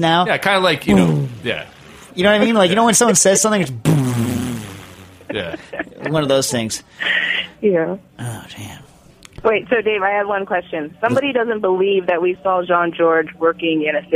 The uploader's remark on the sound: Joins by phone. Is in the studio for the festivities.